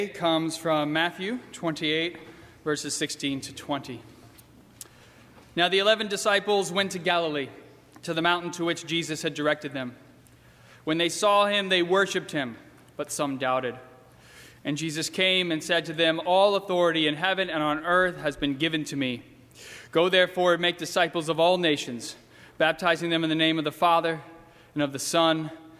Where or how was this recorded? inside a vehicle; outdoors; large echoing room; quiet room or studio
large echoing room